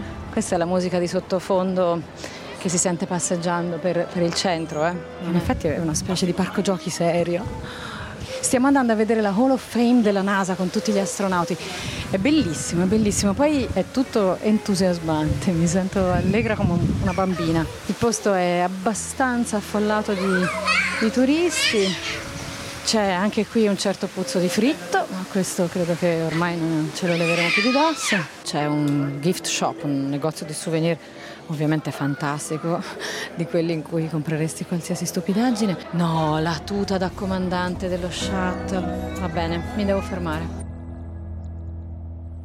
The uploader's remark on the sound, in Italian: Live dallo Space Center.